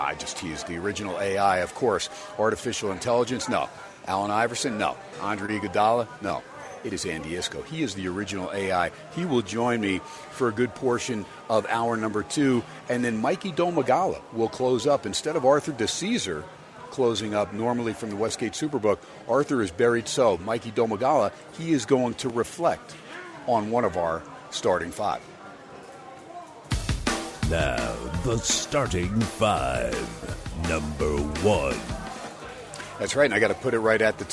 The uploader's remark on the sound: "Live" from #SteinersPub in #LasVegas